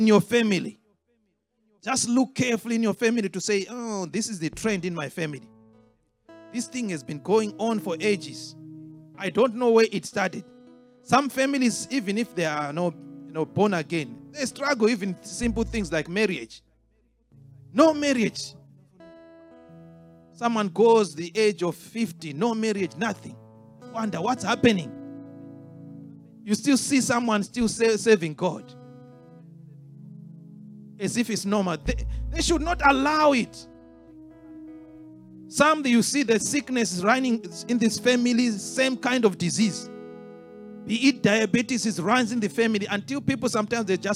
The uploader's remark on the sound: This teaching was extracted from our Live Church Service in Townsville on 08/10/2023